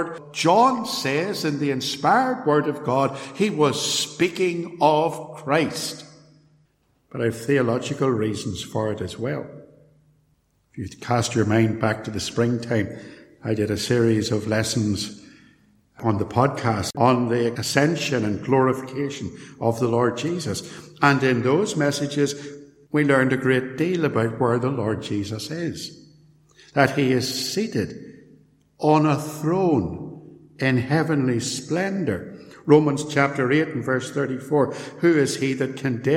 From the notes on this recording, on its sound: a sermon preached at Templepatrick Reformed Church